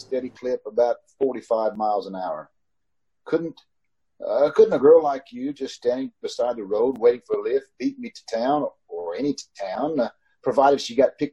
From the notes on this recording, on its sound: a Facebook/Zoom recording performed and aired during the COVID-19 pandemic on May 15, 2020